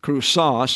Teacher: the impact is on the second syllable